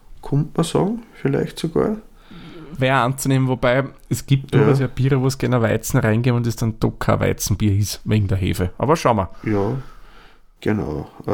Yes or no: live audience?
no